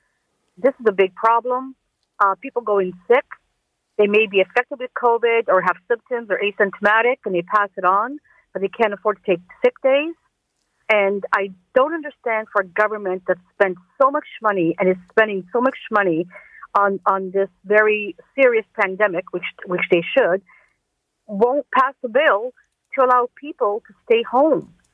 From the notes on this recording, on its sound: Listeners call.